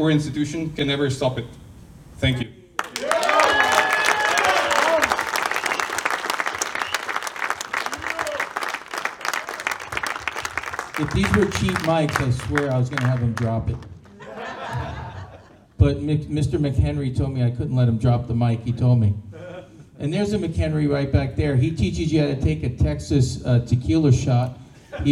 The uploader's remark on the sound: Pitch Night at NFT Connect - Austin TX. - June 6, 2022 - Open Mic - Part 3